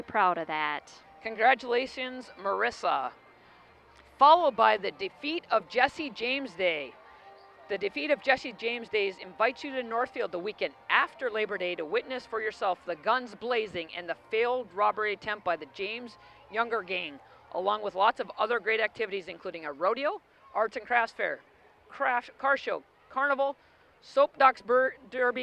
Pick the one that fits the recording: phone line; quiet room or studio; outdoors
outdoors